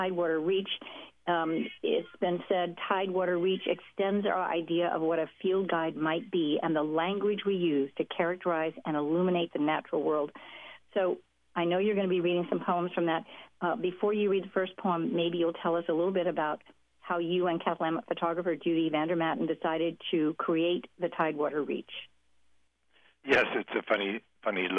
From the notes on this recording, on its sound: a rotary telephone interview